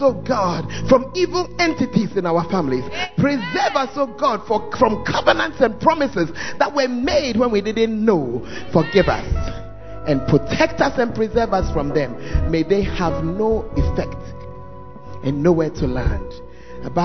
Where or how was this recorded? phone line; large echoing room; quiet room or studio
large echoing room